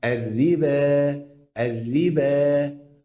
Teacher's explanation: ان الراء الاولى تتبع الثانية تفخيما وتلطيفا، الثانية اللي عليها الحركة